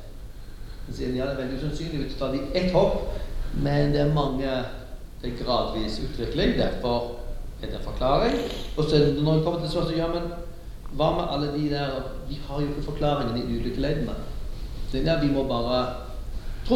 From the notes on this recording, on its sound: Lecture given on April 25th 2019 at Gimlekollen College, NLA University, Norway.